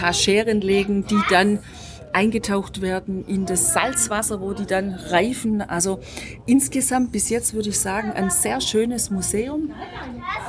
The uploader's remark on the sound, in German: Wir gehen mit dir durch das Maison du Gruyères in Pringy-Gruyères, berichten über die Schaukäserei. Du bekommst live mit, wie wir im Restaurant typische Käsegerichte.